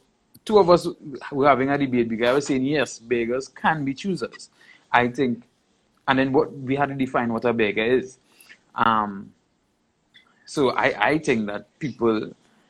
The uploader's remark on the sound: This Interview was conducted via Instagram Live